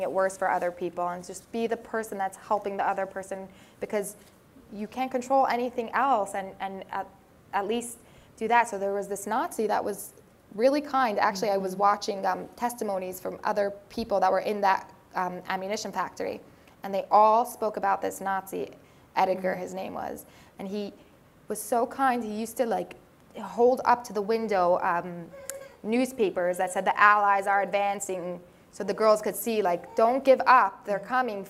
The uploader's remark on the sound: we back to our in-person event